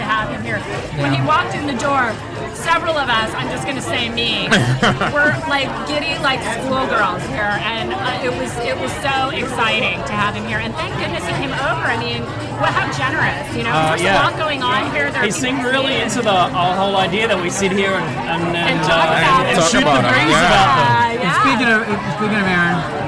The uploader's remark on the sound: broadcast live from the Kari Feinstein Emmy’s Style Lounge gifting suite from the world famous Mondrian Hotel on Sunset Blvd in Los